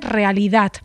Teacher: esto de pasar de la D a la T es un tránsito de una consonante sonora, que es la D, vibra las cuerdas vocales, a sorda, que es la T. O sea, implica tensionar el final de la palabra, es una articulación tensa.